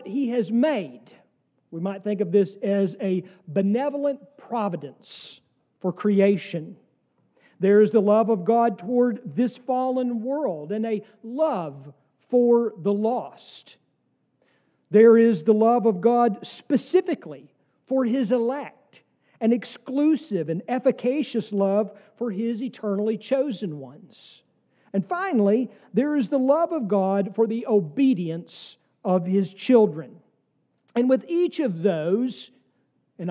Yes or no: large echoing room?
yes